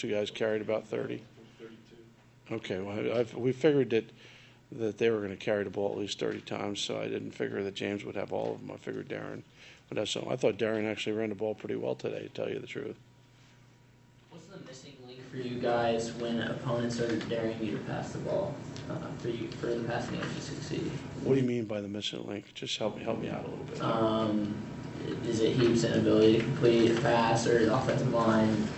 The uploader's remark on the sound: Press Conferences & Post-Game Interviews